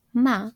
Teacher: ma with a flat tone, tone 1, denotes mother